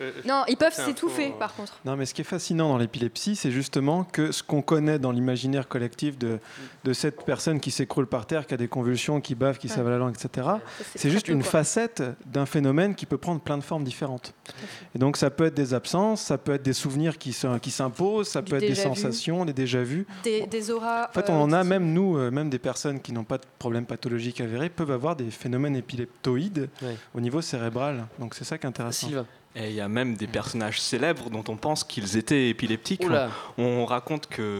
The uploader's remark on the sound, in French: RCP est en direct du pub parisien le Highlander pour une soirée neurosciences. Entre deux bières, des chercheurs nous parlerons de leurs dernières découvertes scientifiques.